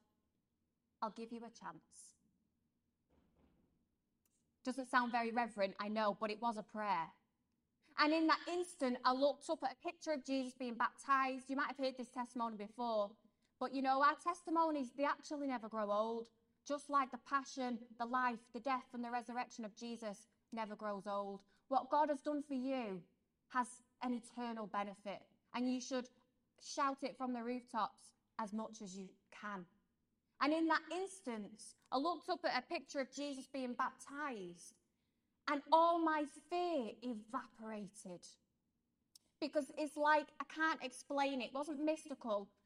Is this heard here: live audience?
yes